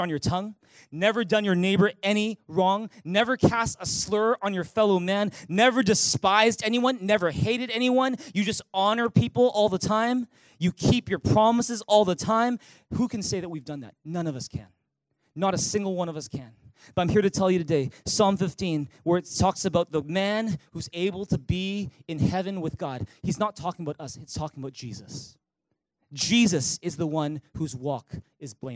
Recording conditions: large echoing room